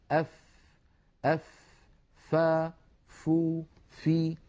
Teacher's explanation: الفاء كما تلاحظون أف يتدفق معها الهواء، فهي حرف مهموس لأنها من حروف سكت فحثه شخص. · فالفاء لا تخرج من ظاهر الشفة بل من باطنها